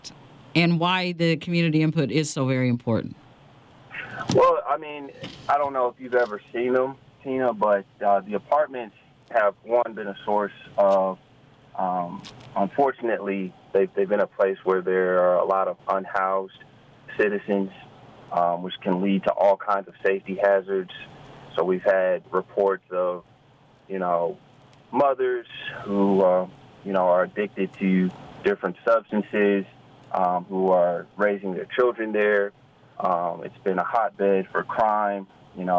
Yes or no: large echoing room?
no